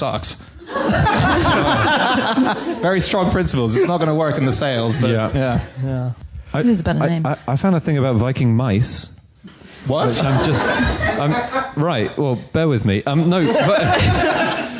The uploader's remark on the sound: In a special live episode for the Chortle Comedy Book Festival